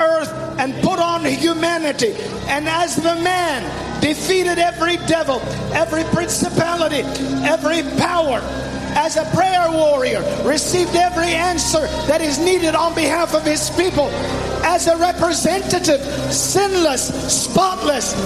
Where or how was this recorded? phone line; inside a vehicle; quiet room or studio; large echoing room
large echoing room